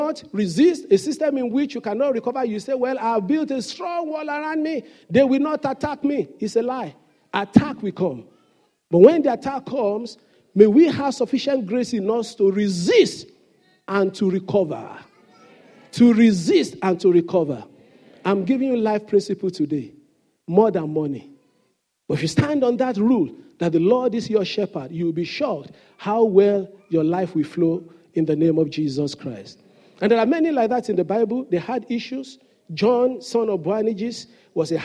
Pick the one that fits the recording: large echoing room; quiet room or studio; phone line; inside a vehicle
large echoing room